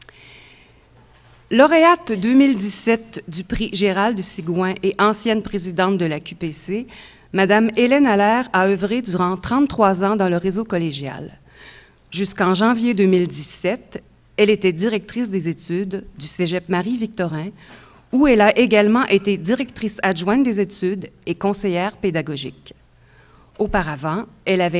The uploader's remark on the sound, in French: Conférence de clôture du colloque 2017 de l'AQPC, à Montréal.